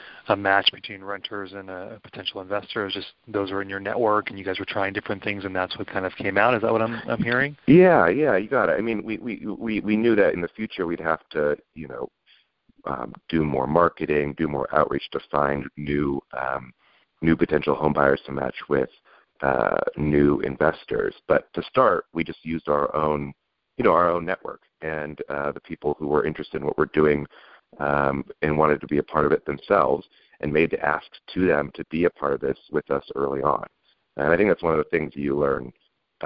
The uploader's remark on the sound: This is KLX Berkeley 90.7 FM. Public affairs show here at Calex. Joins us by phone today. He's traveling on the road.